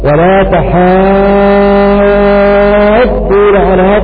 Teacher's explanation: إلا أن الكوفيين قرأوا بفتح التاء ومد الحاء فتصير مدا لازما كلميا مثقلا